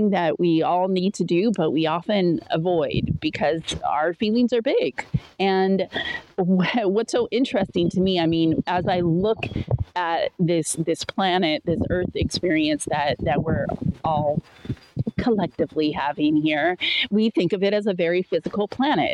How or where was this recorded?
outdoors